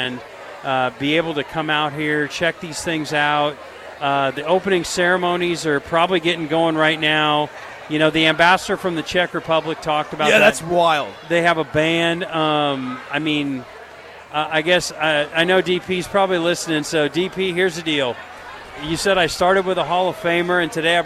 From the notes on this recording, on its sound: LIVE from Lincoln Airshow